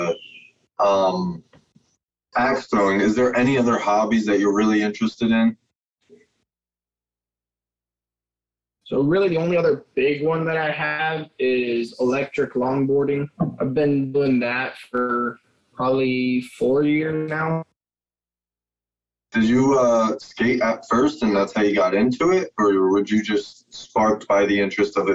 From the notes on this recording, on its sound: In this episode we had the pleasure to zoom call one of TikToks chugging stars. This episode had a little bit of audio issues.